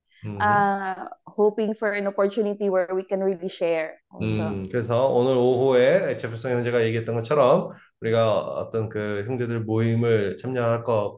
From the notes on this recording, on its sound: Zoom meeting.